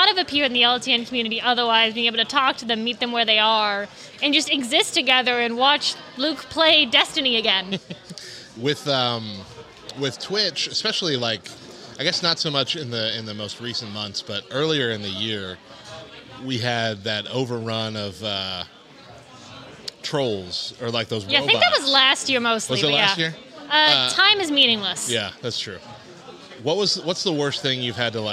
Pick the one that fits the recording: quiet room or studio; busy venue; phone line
busy venue